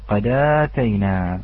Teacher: سمعت القلقلة ولكنها مخففة